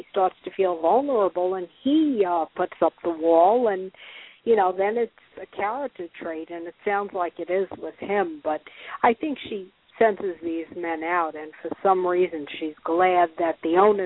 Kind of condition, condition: link, phone line